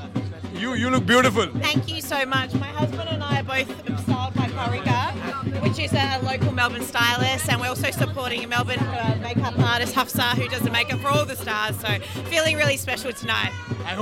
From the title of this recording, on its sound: Exclusive Red Carpet Interviews IFFM 2022